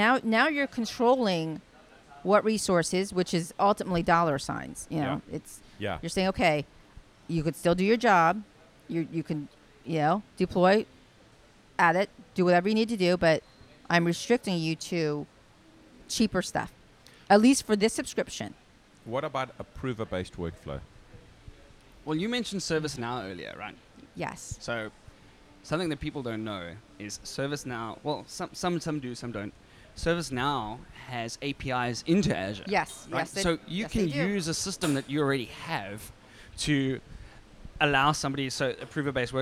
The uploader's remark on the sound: When sitting having our morning breakfast at the Grand Hyatt in Hong Kong, we started a conversation